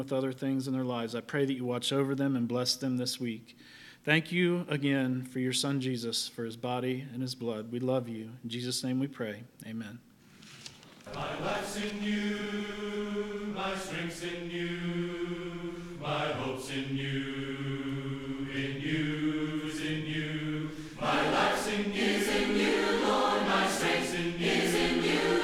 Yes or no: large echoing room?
yes